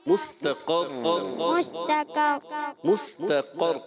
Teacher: قاف کو موٹا پڑھنا ہے اور را مشدد دو مرتبہ اس کی ادائیگی یعنی وہیں آپ نے حرف کو دیر تک ادا کرنا ہے تھوڑا تاکہ دو حرف ادا ہوں. · Term: قاف موٹا